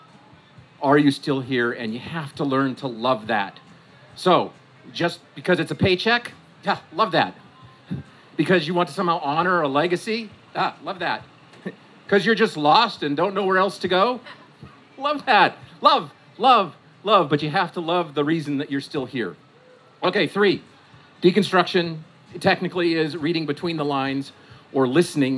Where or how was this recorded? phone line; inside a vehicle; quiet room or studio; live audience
live audience